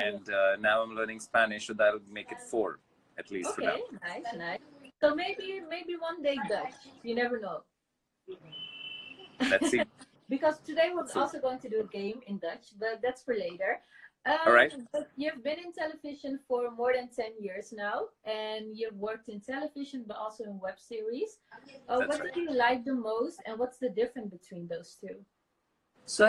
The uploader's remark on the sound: Instagram Live